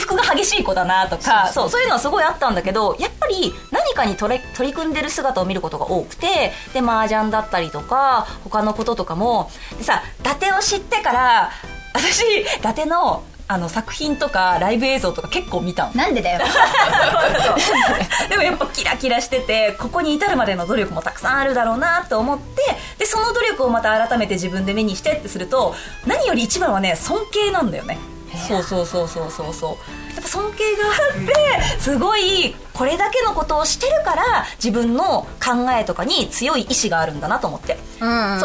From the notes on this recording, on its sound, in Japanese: 公開収録後半の部をお届けします！